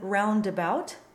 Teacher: dark or bright A followed by the open cookie U, as in roundabout